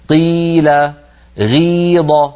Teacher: لاحظوا بأن القاف ضعفت جدا والغين ضعفت جدا لما انكسرت · Term: التفخيم النسبي